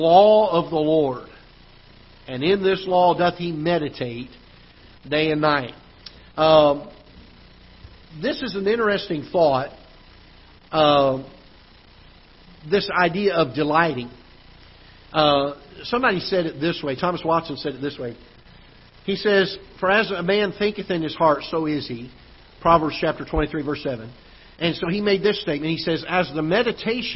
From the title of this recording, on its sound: Ketha Heights Baptist Church ~ Live Broadcast